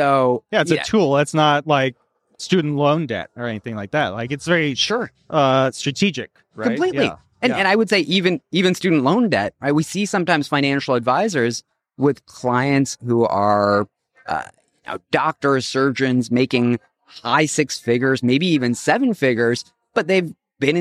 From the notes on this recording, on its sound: A conversation recorded live from the Fearless Investing Summit in October 2023 in Miami.